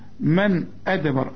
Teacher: النون السكنة اللي عليها السكون يجي بعدها همزة، ما تغنش أبدا